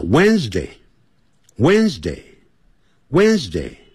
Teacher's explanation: W D 那个 D 不念出来的